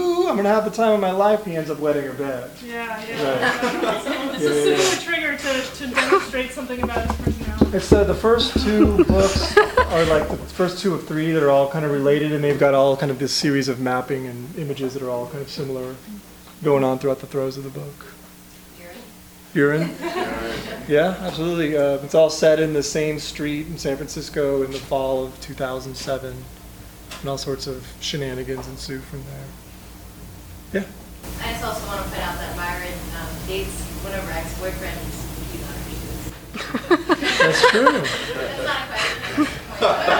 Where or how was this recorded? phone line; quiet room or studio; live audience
live audience